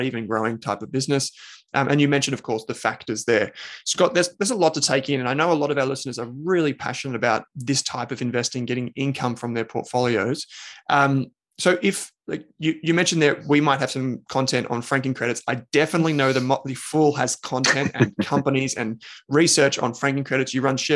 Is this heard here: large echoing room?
no